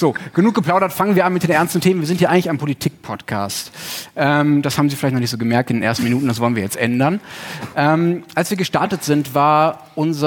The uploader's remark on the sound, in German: Livefolge. Beim Tag der ZEIT haben wir erstmals vor Publikum aufgenommen und hatten gleich noch einen Gast dabei.